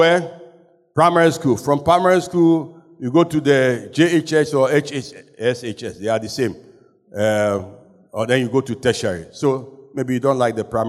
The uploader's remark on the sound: Sermon preached at CBC Shiashie